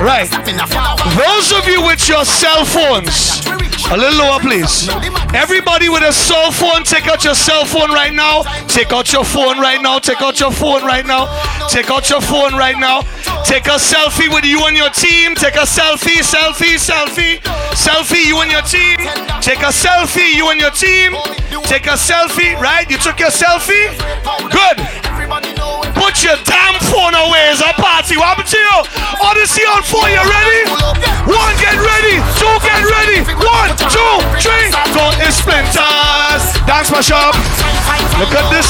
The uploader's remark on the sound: Live From Koko King's Easter Weekend. Live In Concert.